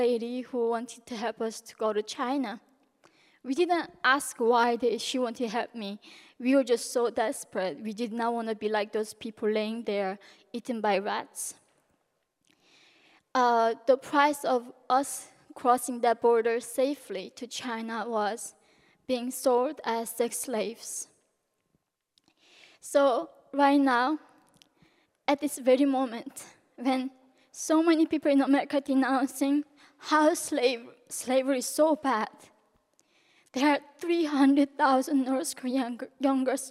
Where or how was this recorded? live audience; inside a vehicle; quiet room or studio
live audience